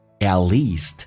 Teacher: at 的 t 去掉， least 的 t 去掉 · Term: 略音